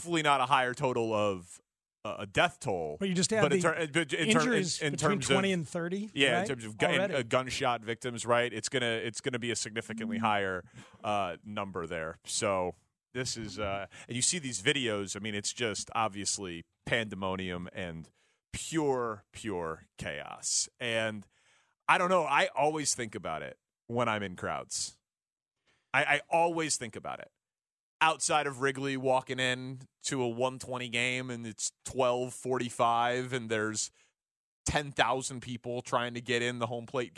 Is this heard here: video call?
no